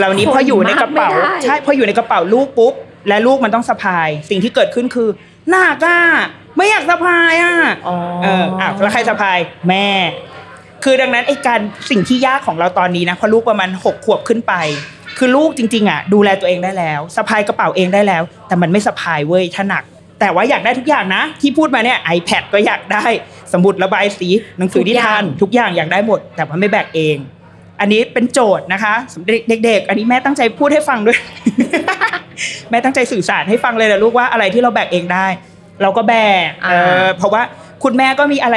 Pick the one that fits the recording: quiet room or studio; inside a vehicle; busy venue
busy venue